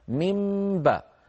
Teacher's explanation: النون حرف لساني هو قلبها إلى حرف شفوي، لأن الباء بعدها حرف شفوي، فصار من باء، فيطبق على ميم ويجافي الشفتين عن باء، من باء، شبيها بالإدغام وليس بإدغام، شبيها بالإدغام وليس بإدغام.